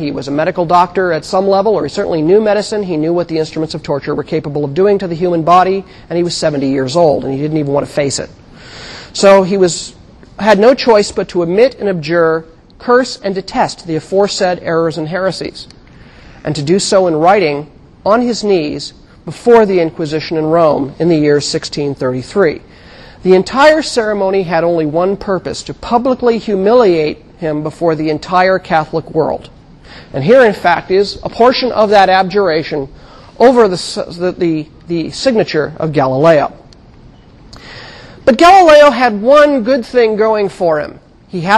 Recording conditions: large echoing room